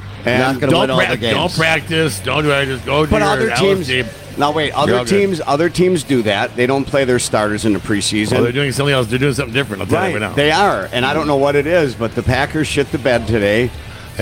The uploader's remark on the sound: the owner of O'Briens Pub, Where they actually did the show live from.